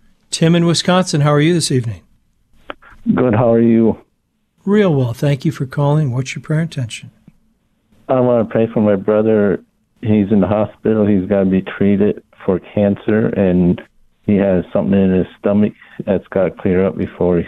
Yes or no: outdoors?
no